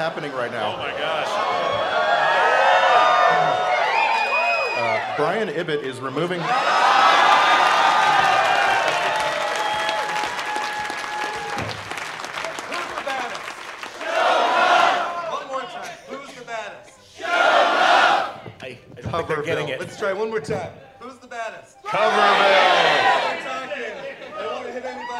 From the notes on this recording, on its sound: Our Nerdtacular 2017 live episode!